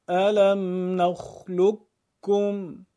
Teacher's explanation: قاف رو حذف کنید، کاف مشدد. یک مثال بیشتر توی قرآن نداره. · Term: قاف در کاف